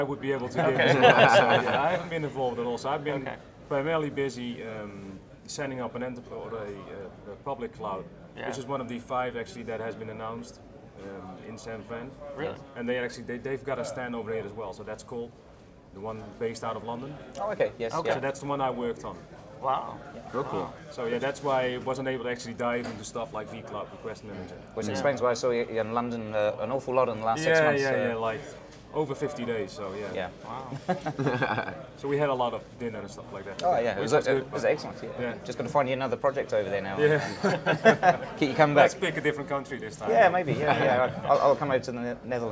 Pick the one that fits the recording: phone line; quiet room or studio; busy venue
busy venue